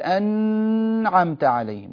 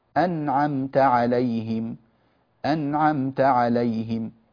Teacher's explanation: فنلفظ بها هكذا بينة ظاهرة واضحة من غير زيادة في الغنة · Shown in: second take · لا نقول أنعمت عليهم، وإنما نقول أنعمت عليهم، أنعمت عليهم بهذه الطريقة. · Term: الإظهار